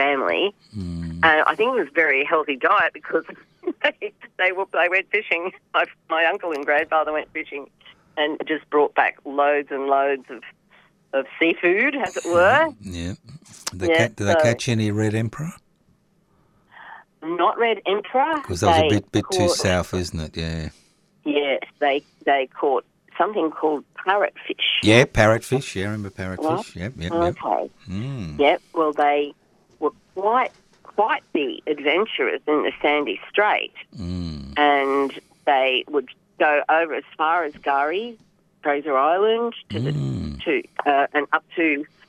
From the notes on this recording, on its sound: Called in from beautiful Gympie, Queensland.